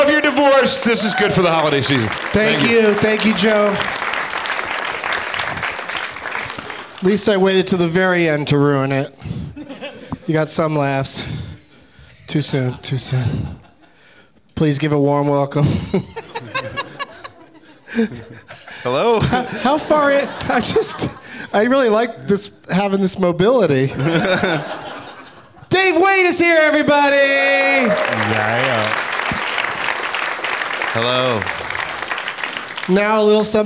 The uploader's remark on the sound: Live from Largo in Los Angeles